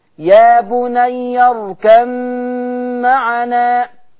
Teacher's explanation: إدغام الباء في الميم يطلق عليه بالإدغام الشفوي